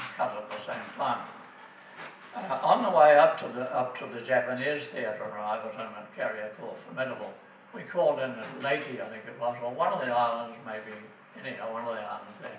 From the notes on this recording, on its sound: This recording was made on the 14th of May 2011 at the Cambridge Club, in Cambridge at the Wings Over New Zealand Aviation Forum’s annual gathering, which this year was the Forum Meet and Veterans Day.